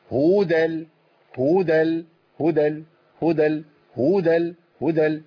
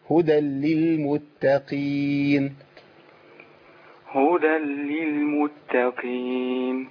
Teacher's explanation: مفيش واو، هي هاء مضمومة وبعدها دال على طول · Shown in: second take